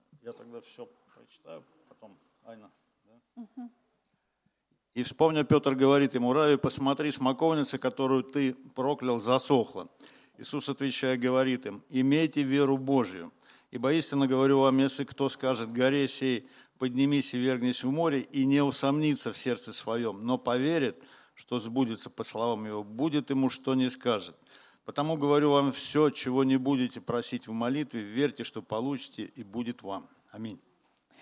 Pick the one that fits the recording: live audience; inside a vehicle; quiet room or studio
live audience